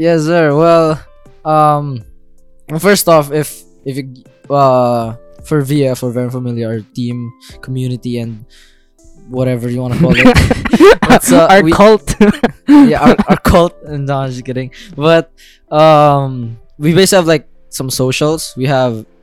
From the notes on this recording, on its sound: Season 1 is a poorly recorded audio journal